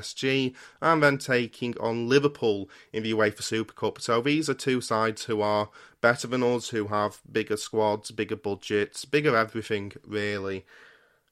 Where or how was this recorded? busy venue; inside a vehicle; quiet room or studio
quiet room or studio